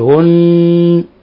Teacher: إذا وقفنا عليها نقول هن، أعطناها غنة مقدار حركتين